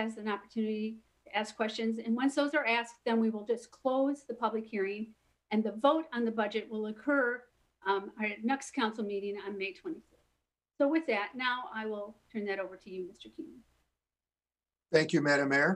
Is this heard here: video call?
yes